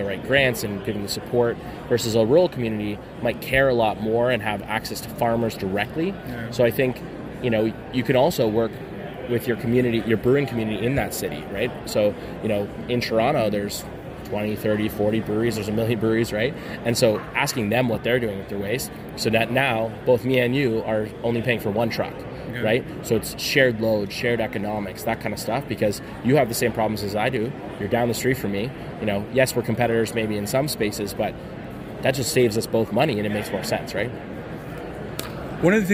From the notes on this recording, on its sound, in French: Nous sommes au Canadian Brewing Awards Conference à Halifax. Entrevue en anglais.